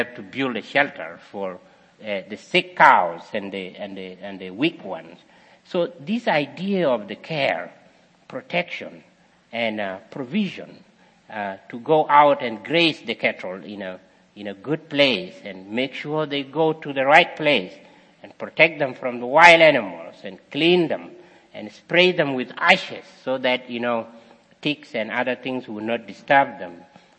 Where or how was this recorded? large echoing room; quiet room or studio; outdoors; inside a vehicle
large echoing room